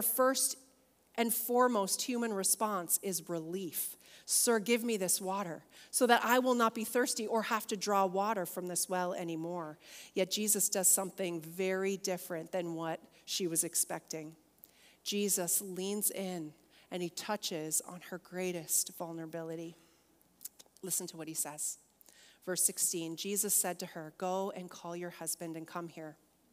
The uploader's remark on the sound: Today’s Episode is Session 1 from Heart Conference 2023